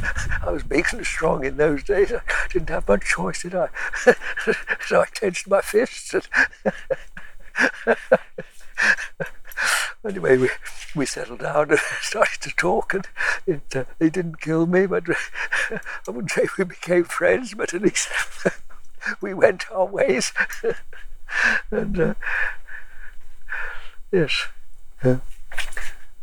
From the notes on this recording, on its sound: Favourite hill just outside Bakewell. This gave us some wind and insect noise so apologies in advance for that.